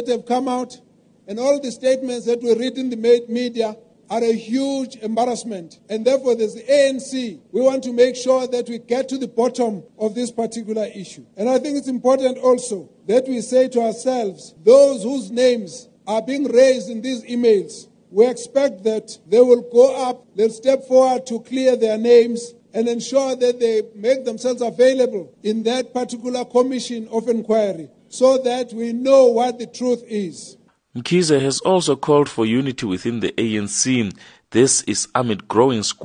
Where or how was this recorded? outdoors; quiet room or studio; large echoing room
large echoing room